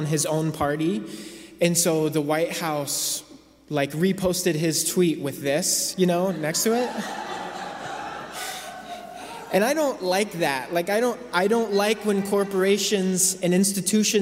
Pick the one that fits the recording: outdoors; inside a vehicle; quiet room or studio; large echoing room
large echoing room